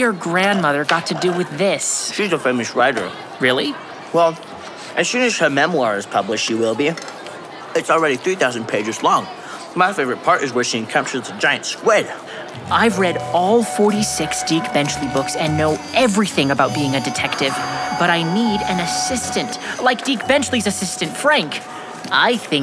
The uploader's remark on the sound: shares a new story that has never been told before in front of a live audience!